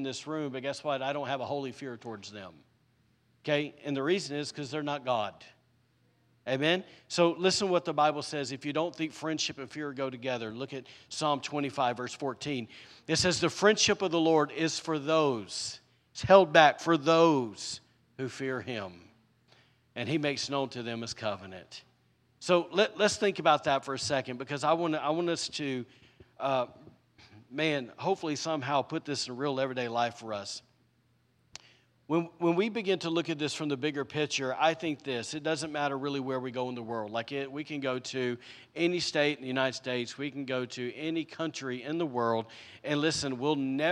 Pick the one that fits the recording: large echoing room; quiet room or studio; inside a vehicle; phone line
large echoing room